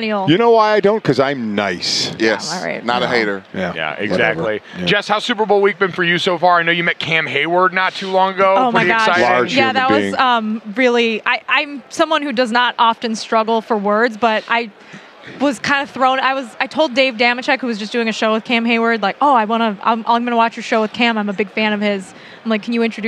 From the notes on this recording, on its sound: Radio Row Antics. Live at Radio Row!